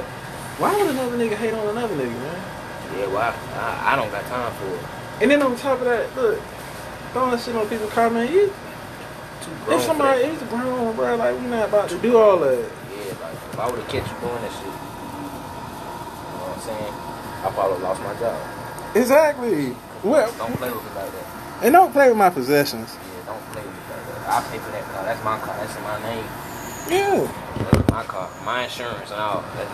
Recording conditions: background noise